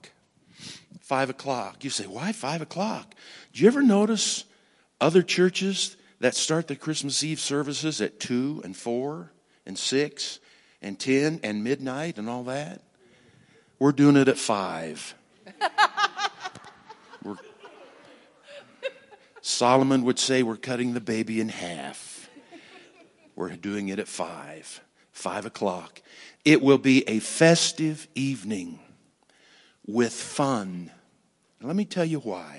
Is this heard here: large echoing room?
yes